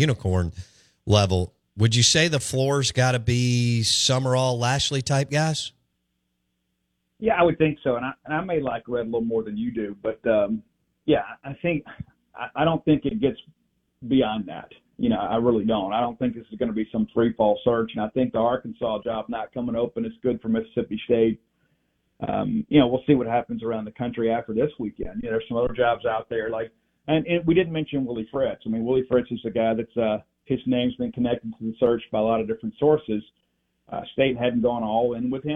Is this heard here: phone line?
yes